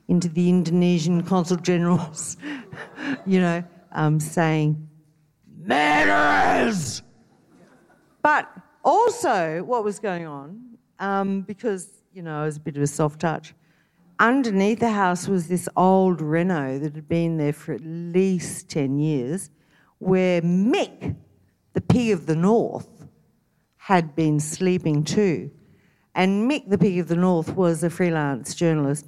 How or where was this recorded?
live audience